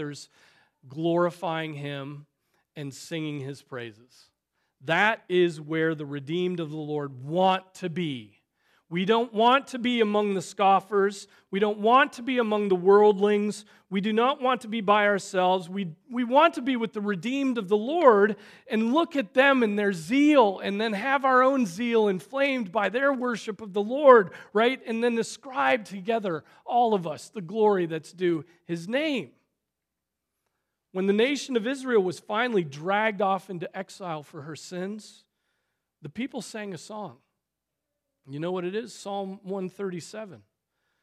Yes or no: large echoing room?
yes